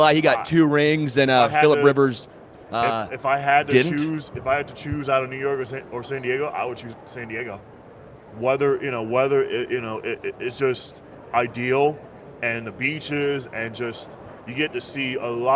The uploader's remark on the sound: Live from Super Bowl LVII